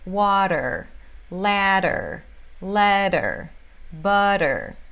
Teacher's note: esse flap T, que tem som de R no português, você basicamente bate a língua aqui bem levinho · É quase R, mas não totalmente. Quando o T aparece entre dois vogais, ou dois sons de vogais, vai ter esse som de R.